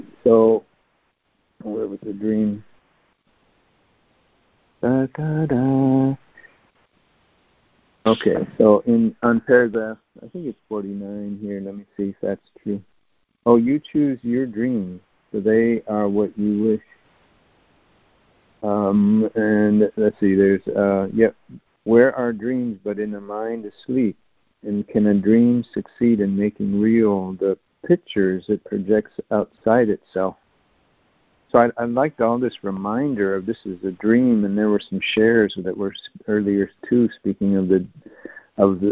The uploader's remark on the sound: ACIM Daily Conference Call